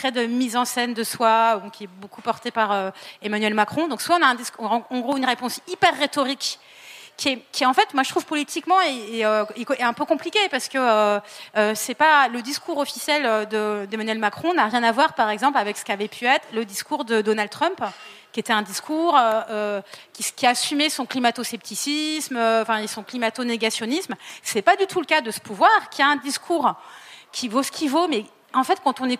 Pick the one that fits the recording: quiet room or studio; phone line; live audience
live audience